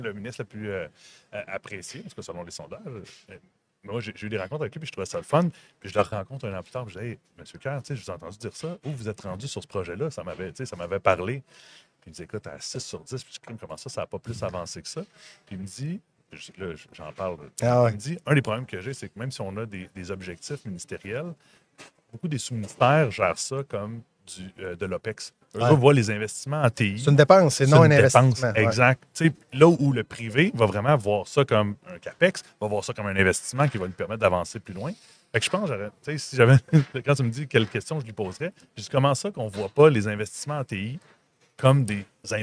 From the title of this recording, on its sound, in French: en direct de Stratégies PME